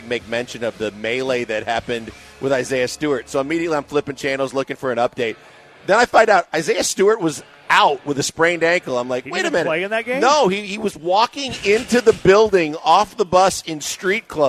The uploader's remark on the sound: live from The Decoy